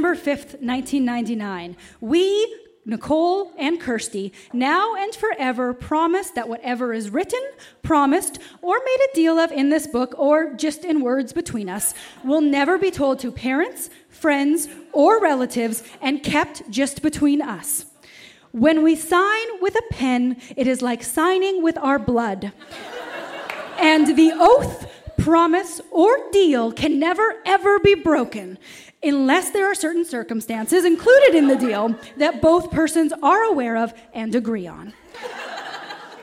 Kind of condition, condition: setting, live audience